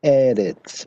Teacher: são palavras paroxítonas, né? Acentuada na primeira sílaba aí